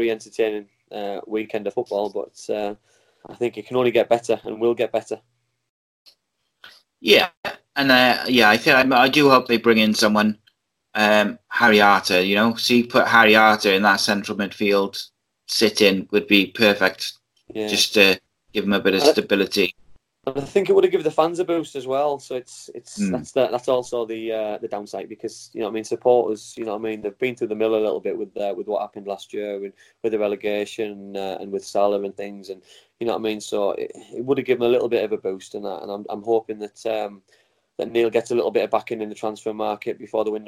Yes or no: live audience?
no